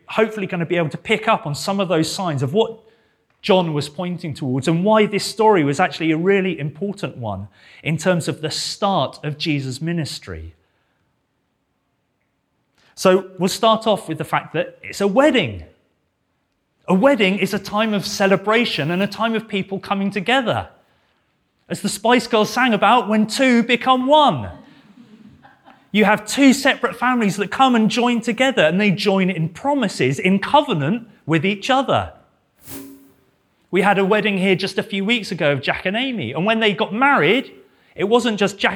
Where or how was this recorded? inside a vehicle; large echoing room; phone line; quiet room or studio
large echoing room